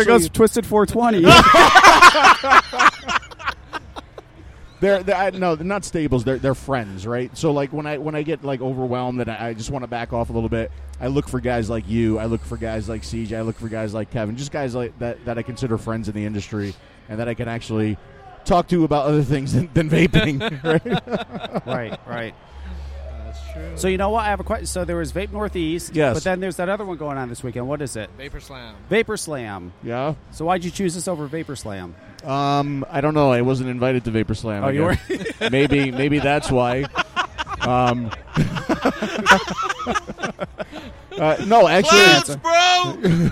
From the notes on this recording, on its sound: Live From Vape Northeast. Our live broadcast from Vape Northeast VP Live.